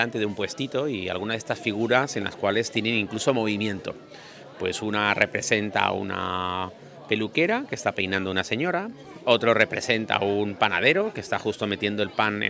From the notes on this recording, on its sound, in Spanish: me acompañen en vivo durante un paseo por la calle de los percebes de Nápoles